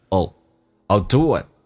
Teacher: I will 可以弱化成 a 加个 l 这个发音，当速度很快的时候变成 oh.I'll do it.